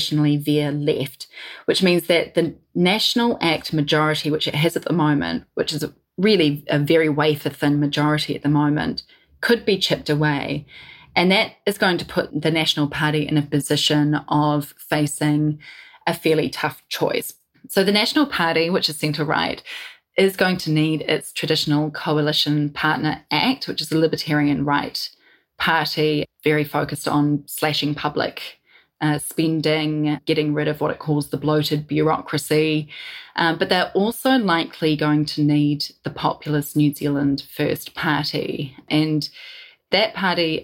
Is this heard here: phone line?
no